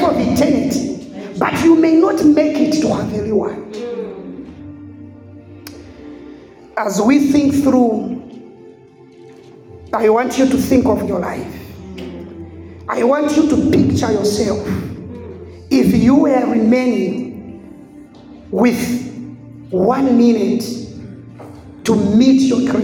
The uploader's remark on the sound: The sermon was preached in the church setup.